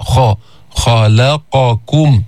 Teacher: ما في إطباق، يعني اللسان لا يلتصق بالحنك الأعلى، بيرتفع أقصى اللسان لأنه في استعلاء · Term: حرف مستعلي